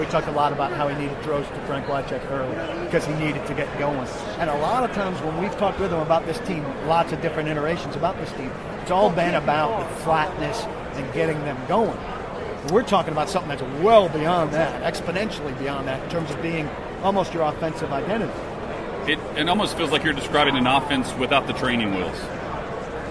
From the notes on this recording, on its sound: Live from Super Bowl LII. Live from Radio Row.